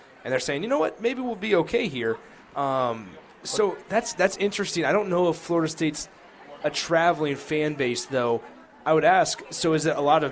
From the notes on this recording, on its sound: College Football Notes (LIVE FROM CEDARS).